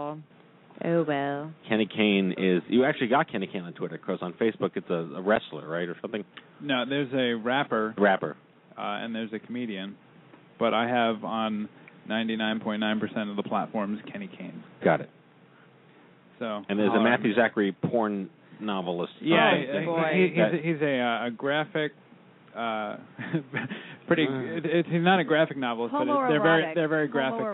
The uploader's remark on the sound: WE'RE TAKING YOUR CALLS. It's time to open our phone banks for the first time and host the inaugural "Open Mic Night" for The Stupid Cancer Show.